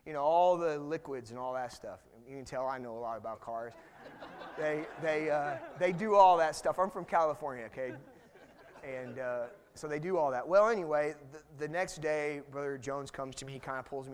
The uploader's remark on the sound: Missions conference 2019.